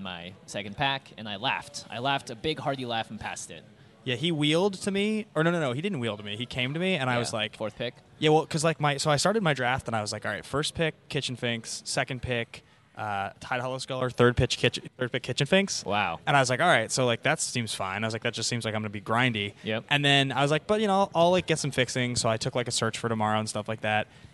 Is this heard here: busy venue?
yes